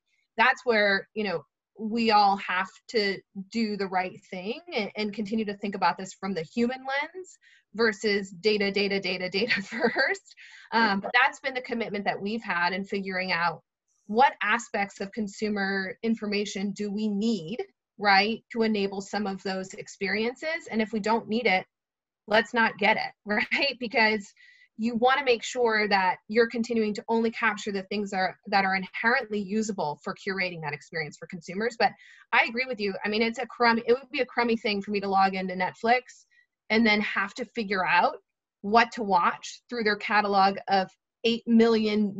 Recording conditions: video call